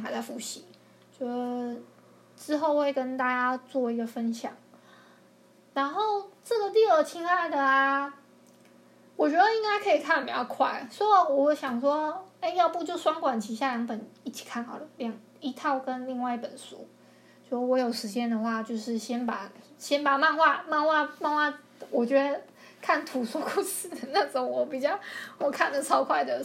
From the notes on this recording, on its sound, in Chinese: 抱歉我後來發現收音的時候收到電腦的聲音。